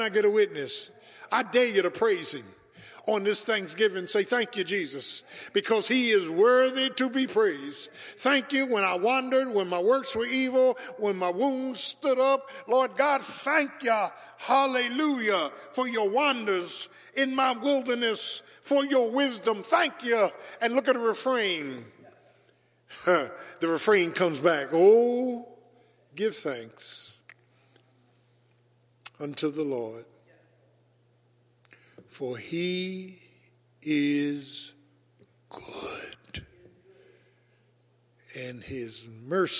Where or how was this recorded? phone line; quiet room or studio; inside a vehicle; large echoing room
large echoing room